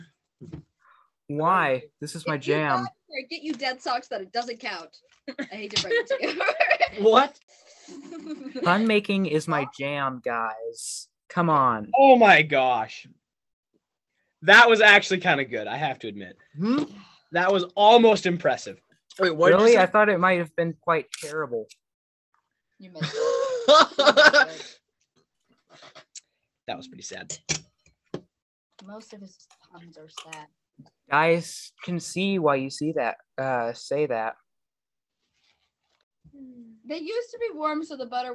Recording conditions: poor sound quality